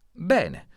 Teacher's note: l'accento fonico della E è grave, quindi la E è aperta